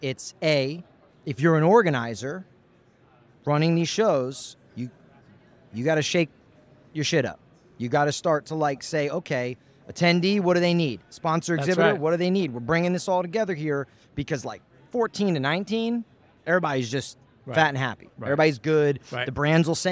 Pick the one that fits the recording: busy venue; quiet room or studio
busy venue